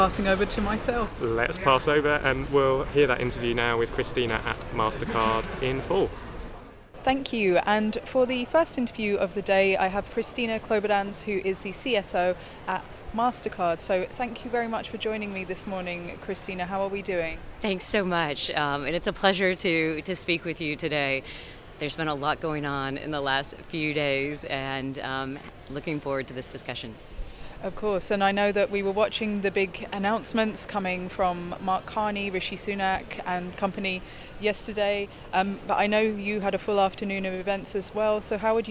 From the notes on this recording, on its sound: The team are re-united in the Blue Zone to reflect on a fast and furious Energy Day of COP26. We catch an army of Pikachus outside of the COP walls.